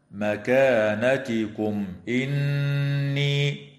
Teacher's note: وتظهر الميم الساكنة عند الهمزة في قوله تعالى مكانتكم إني، ويسمى إظهارا شفويا